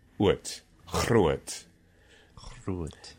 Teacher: And so you could have a word like, it's spelled G-R-O-O-T, groot, which is groot, groot, groot, which is, I think it's a fabulous word, and it's fabulous in its double articulation that you're doing back of the mouth, front of the mouth